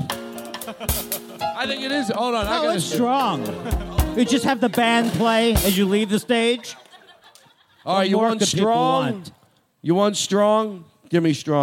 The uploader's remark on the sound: This episode is LIVE from JFL NorthWest